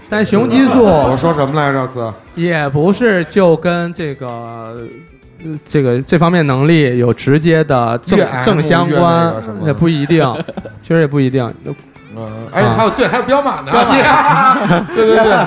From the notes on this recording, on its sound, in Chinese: 这是我们去年落地活动的现场实况录音